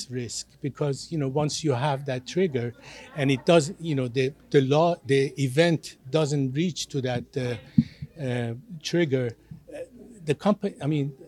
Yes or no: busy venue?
yes